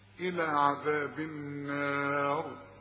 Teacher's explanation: الراء عند الوقف هنفخمها، هي مكسورة لكن تفخم عند الوقف